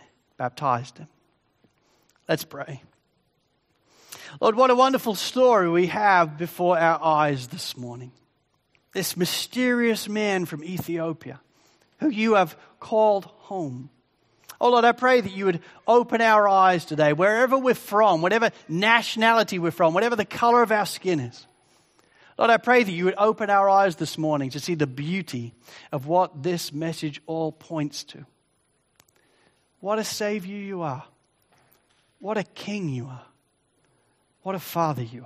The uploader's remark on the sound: Sermon recording from Sunday 4 Jun 2023